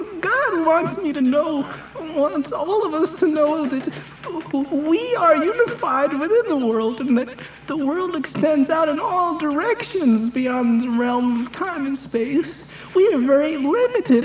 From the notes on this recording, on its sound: …'s Personal Prank Phone Calls Collection.